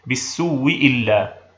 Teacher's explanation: ويستثنى مما سبق ثلاثة مواضع كلها من قسم المكسورتين: الموضع الأول بالسوء إلا في سورة يوسف: وما أبرئ نفسي إن النفس لأمارة بالسوء إلا، حيث إن فيه وجها زائدا على ما سبق، وهو وجه الإبدال، حيث تبدل الهمزة الأولى واوا مع إدغام الواو التي قبلها فيها، ويكون النطق بواو مشددة مكسورة